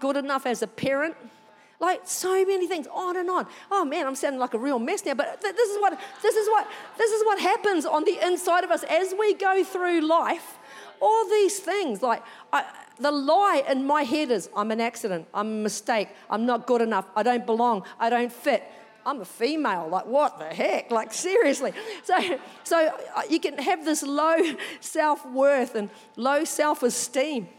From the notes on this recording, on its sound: Recorded during our 9am service on Sunday, the 3oth of April 2023